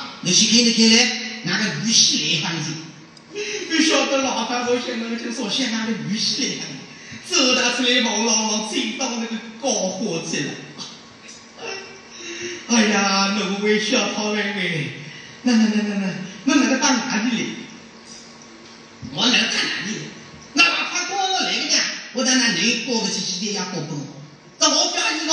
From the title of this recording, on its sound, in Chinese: 莲花书场实况录音